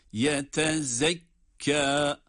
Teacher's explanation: Yetezekkâ, zâ harfi peltek değil.